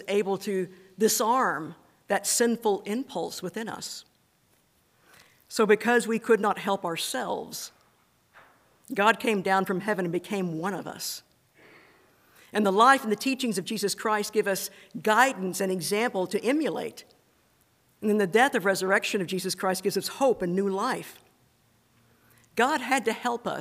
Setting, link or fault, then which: setting, large echoing room